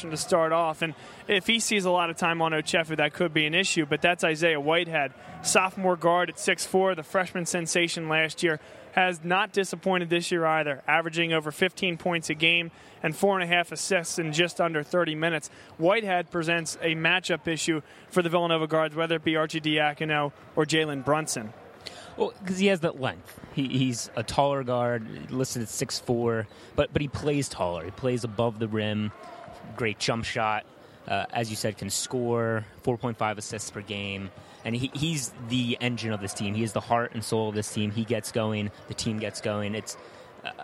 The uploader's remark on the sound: BLS Live From The Prudential Center. Go live from the Prudential Center in Newark, NJ, home of the Seton Hall Pirates, before the team's Big East matchup against Villanova.